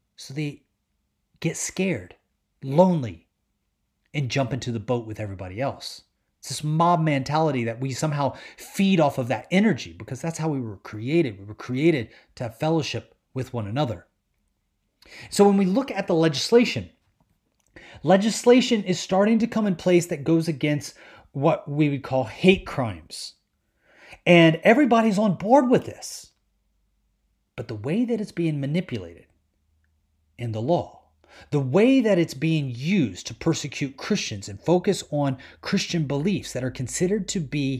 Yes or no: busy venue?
no